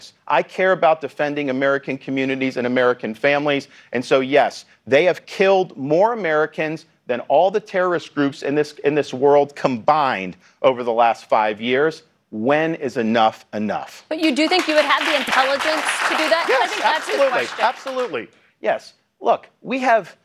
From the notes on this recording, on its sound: Republican Presidential Town Hall. From Des Moines, Iowa.